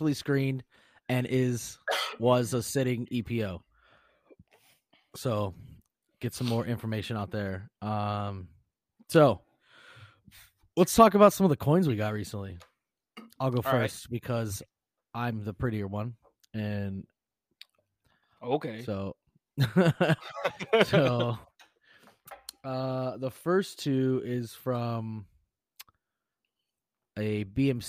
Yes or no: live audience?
no